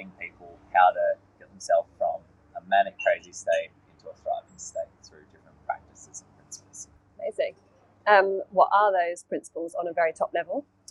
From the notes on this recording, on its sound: This episode was recorded at Vandy's Cafe in Buderim. This episode was recorded at Vandy's Cafe in Buderim. Please note with our very first episode we have some (maybe inevitable) sound & tech issues that we have since resolved!